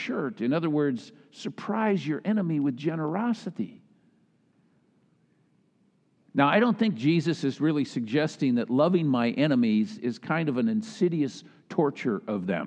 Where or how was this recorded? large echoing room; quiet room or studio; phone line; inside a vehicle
large echoing room